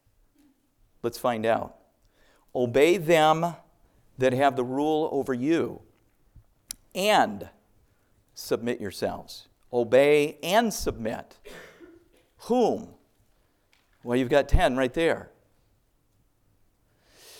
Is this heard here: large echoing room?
yes